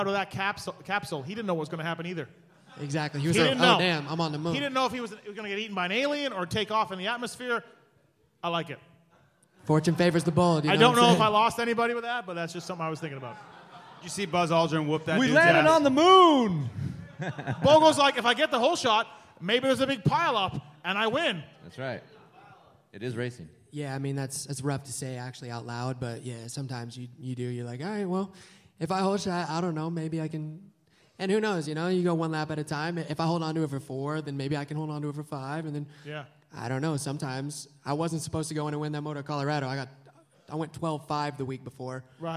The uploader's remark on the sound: This is the LIVE podcast show from the Alberta Rose Theater in Portland, OR